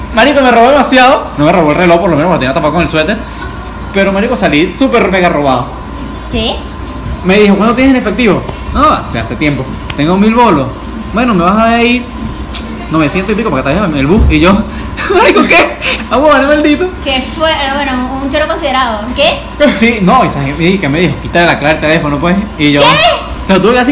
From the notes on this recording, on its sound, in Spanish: Disculpen el sonido, el aire acondicionado no se callaba